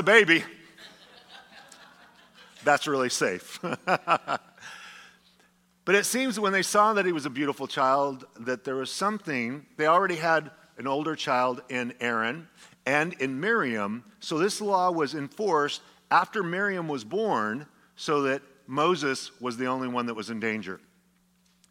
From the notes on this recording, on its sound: a sermon delivered as part of the Anchored Series at Godspeak Calvary Chapel in Newbury Park, California on February 25, 2023